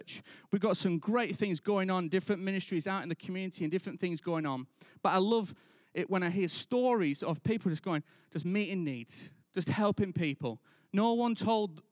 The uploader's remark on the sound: Recorded live at Life Church Lancashire